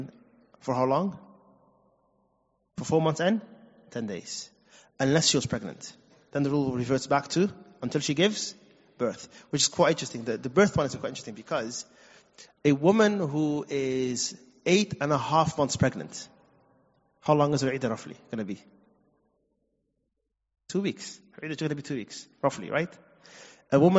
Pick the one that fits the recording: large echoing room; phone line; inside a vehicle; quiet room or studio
large echoing room